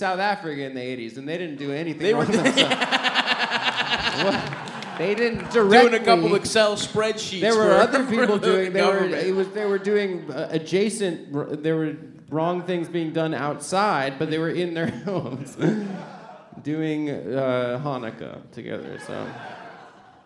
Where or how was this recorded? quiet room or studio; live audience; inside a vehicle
live audience